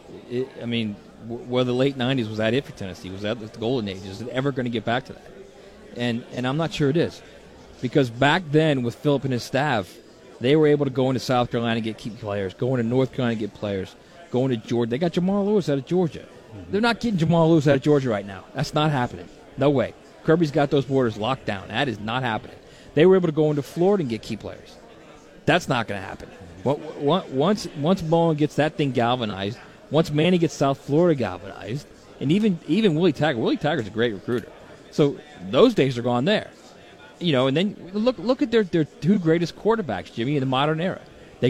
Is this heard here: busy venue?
yes